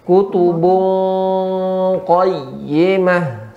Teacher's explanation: tanwin atau nun sukun bertemu dengan kof atau kaf, ya, yeah. maka suaranya larikan ke eng. · Term: ikhfa